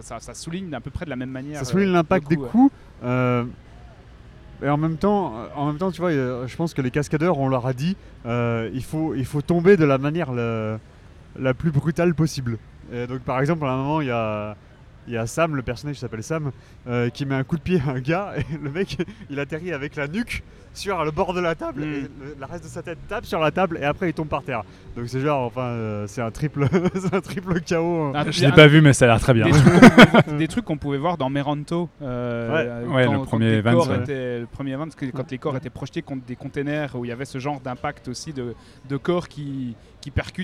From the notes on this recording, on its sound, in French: Épisode spécial enregistré lors de la 22e édition du NIFFF (Neuchâtel International Fantastic Film Festival).